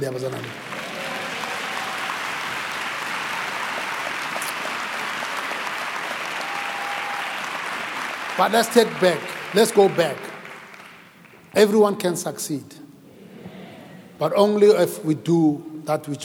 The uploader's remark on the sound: preached at Grace Bible Church Pimville on the 22nd of May 2022 at the 9am Service